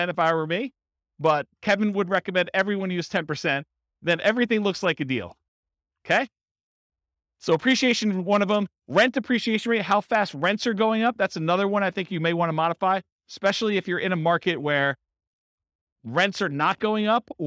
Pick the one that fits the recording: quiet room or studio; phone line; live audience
live audience